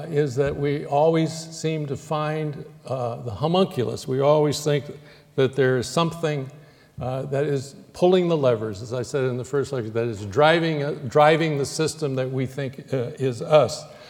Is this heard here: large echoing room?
yes